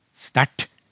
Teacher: Men var det en østnorsking, f.eks., som sa det, og som tok vekk K-en, så ville jo R-en og T-en komme rett attmed hverandre. Og da skapes det grunnlag for retroflektering. Så da blir det eh, ikke sterkt, for K-en forsvinner.